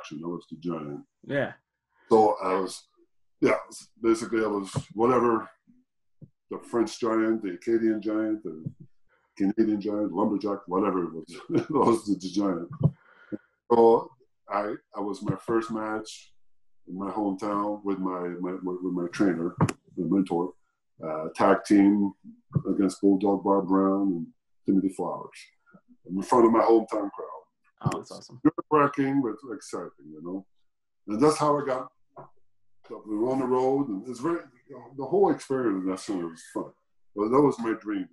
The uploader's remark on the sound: Recorded via Zoom